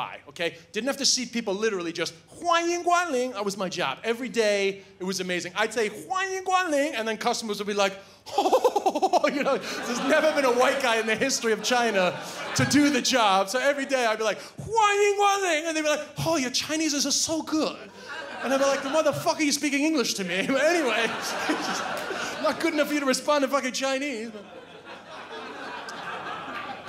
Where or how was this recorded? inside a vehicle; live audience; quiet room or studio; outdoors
live audience